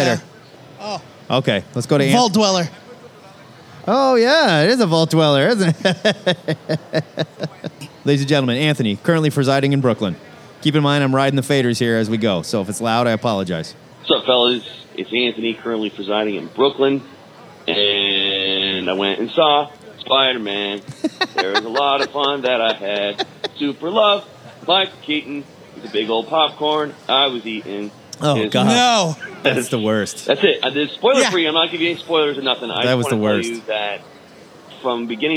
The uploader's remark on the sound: LIVE from O Comic-Con!